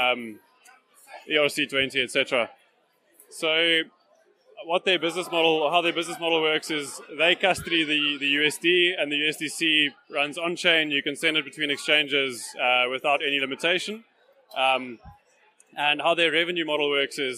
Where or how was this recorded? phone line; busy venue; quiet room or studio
busy venue